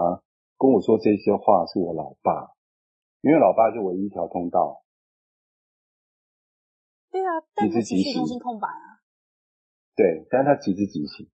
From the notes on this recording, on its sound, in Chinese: 此音檔是由club house直播中錄製的。故音質無法與專業麥克風及錄音室錄製比較。所有音檔都已盡最大能力去調整，讓聽眾的耳朵是舒服的。我被隔離了啦！喉嚨沒聲音！